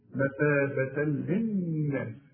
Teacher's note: الوجه الأول بتاع الشريط إحنا قلنا إيه أي حرف عليه فتحتين يديك ألف كاملة، إنما التاء المربوطة لا يديك تشوف إذا وقفت تقول إيه نتابة. إنما عند الوصل فتحتين وبعدها لام إدغام كامل بدون غنة